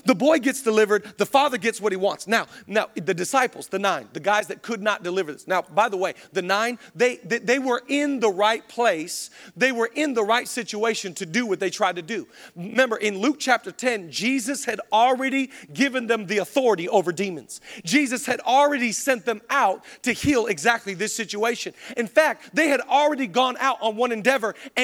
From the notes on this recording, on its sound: Zoe Church LA. Live from the El Rey Theater.